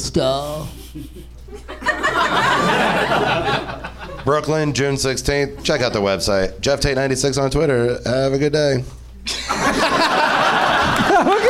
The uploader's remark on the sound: Live from the NerdMelt Showroom in LA